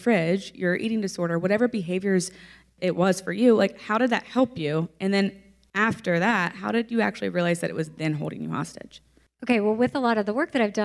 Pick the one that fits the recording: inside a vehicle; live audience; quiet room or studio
live audience